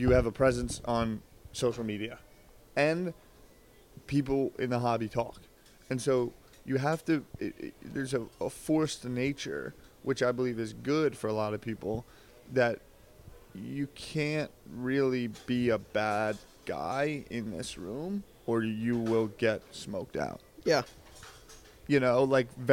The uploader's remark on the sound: Live From The Dallas Card Show